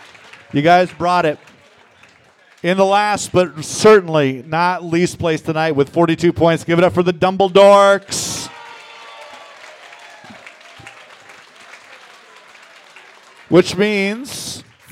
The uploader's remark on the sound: The Quizfix Winter Spectacular Tournament Finals! Live from The Local 907 in Renton, WA.